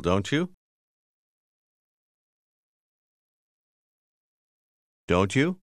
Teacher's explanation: Faccia attenzione a come don't, you, si uniscono formando il suono chew.